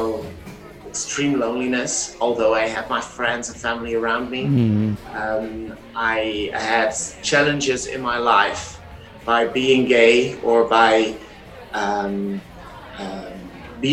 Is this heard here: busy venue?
yes